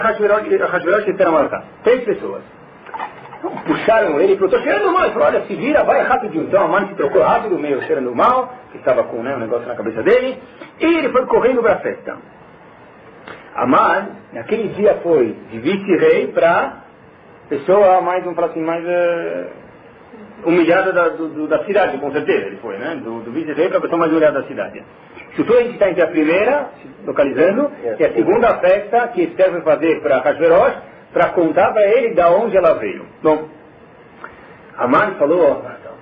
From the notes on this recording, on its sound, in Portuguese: Shiur recuperado – Desculpem a baixa qualidade.